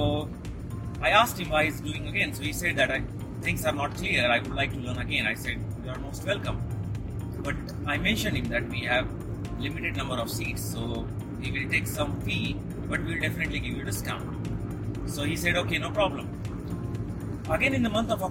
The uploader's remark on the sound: Special solo podcast on the move- this one was quick and random done while driving car.